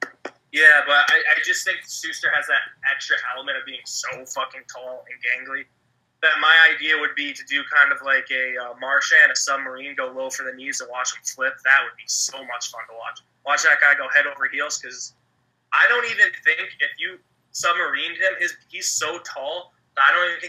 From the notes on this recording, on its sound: a phone call